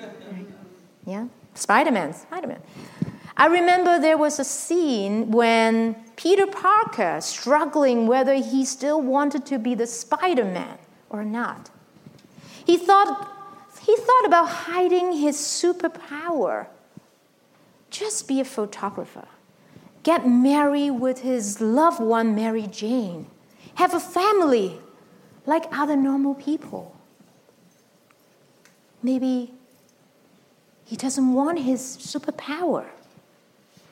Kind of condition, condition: setting, large echoing room